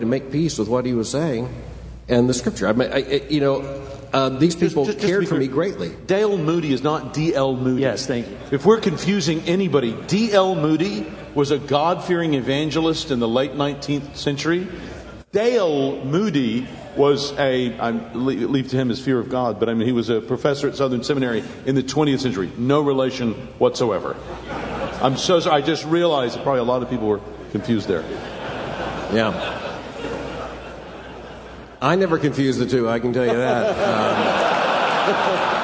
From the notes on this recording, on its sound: from the Shepherds' Conference - Inerrancy Summit